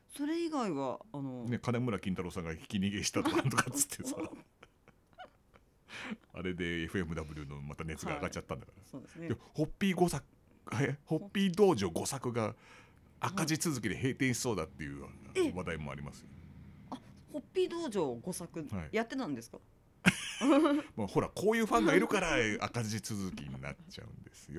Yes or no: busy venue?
no